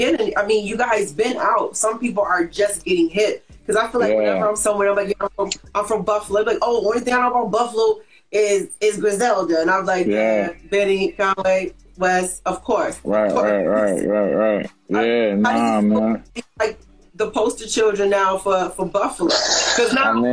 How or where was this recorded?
video call